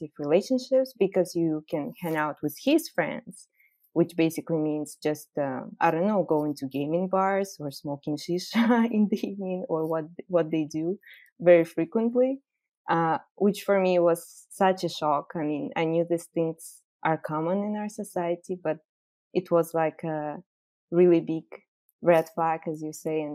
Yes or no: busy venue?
no